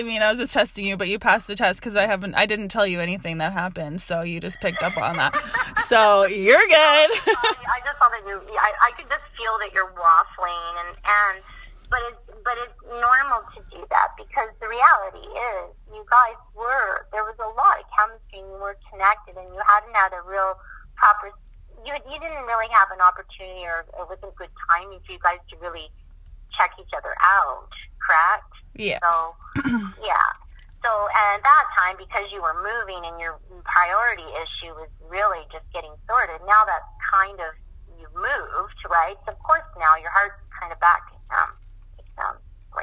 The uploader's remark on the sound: Our conversation was recorded over phone, so thank you for being patient with the audio quality.